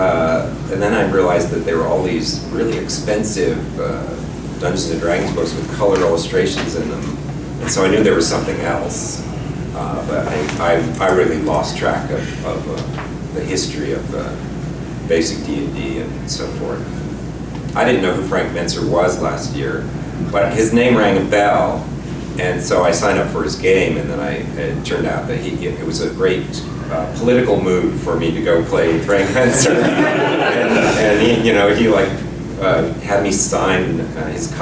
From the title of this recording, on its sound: Seminar at NTRPG Con 2-16